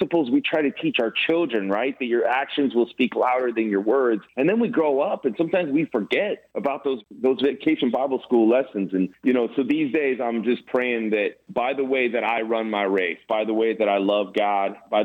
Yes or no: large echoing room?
no